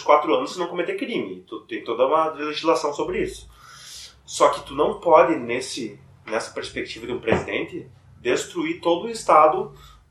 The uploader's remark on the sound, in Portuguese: com um celular, o que explica a qualidade do áudio